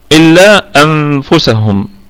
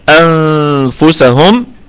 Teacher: النون ساكنة، أتى بعدها حرف الفاء فحكمها إخفاء حقيقي